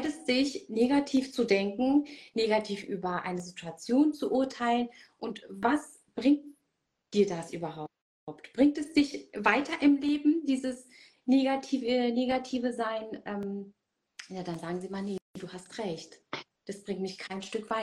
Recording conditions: video call